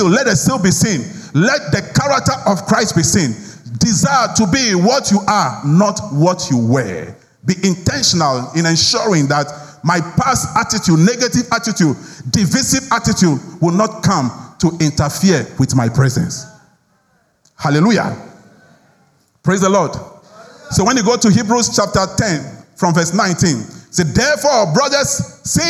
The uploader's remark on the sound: Sermon preached at CBC Shiashie Campus.